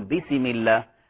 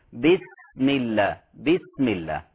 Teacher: السين ساكنة وفيها صفة الهمس · Shown in: second take